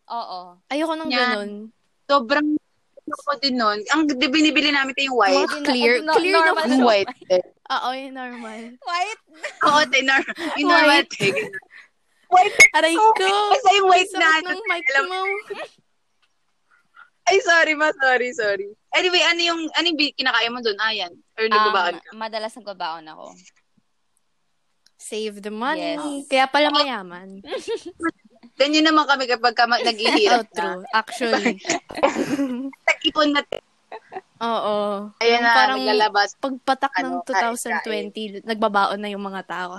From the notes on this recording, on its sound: experience an INSANE amount of technical difficulties